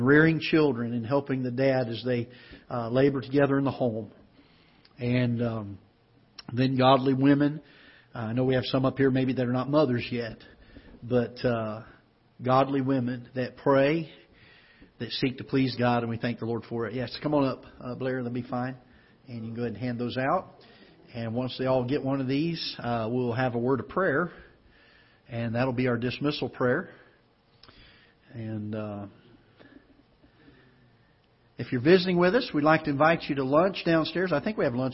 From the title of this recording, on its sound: Ketha Heights Baptist Church ~ Live Broadcast